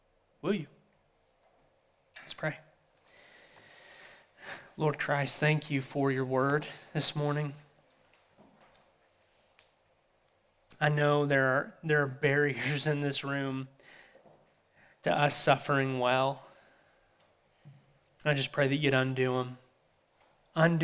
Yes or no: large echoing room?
yes